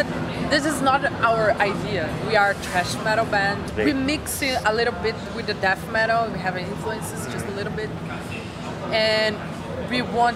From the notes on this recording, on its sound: The Metal Gods Meltdown catches up at Audio Glasgow